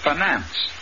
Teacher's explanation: The I in the first syllable is short, and the accent is on the second syllable